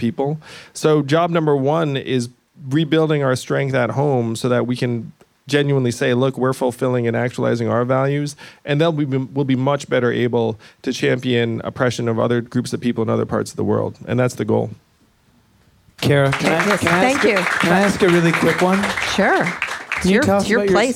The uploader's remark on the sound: the San Francisco venue of this live interview